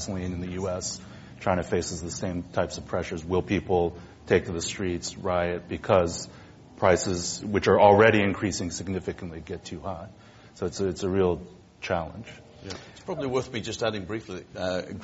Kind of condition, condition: setting, live audience